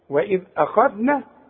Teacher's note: اوعى الهمزة تفخمها لي وتقول لي اخذنا، لا والنون برضو رققها لي